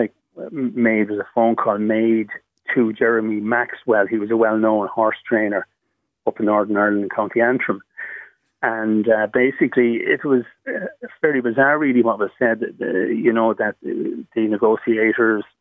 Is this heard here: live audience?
no